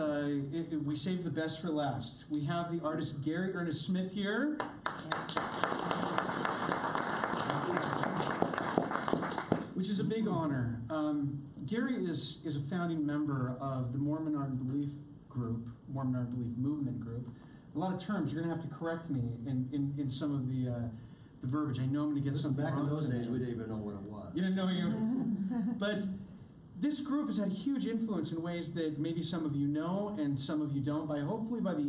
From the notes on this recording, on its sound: Held as a live interview and Q&A during the final night of the 2017 Zion Art Invitational.